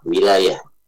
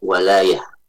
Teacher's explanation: wawunya dibaca dengan fathah. Jangan sampai terbaca dengan kasrah · Shown in: second take · wilayah. Tidak ya, tapi walayah.